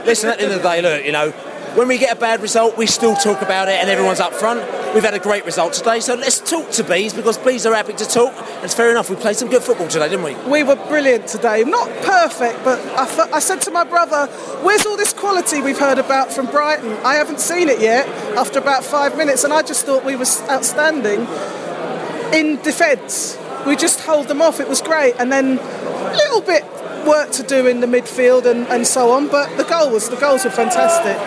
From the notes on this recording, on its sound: Post-match podcast from the pub. Plenty of comparisons to Crystal Palace chanting from the away end.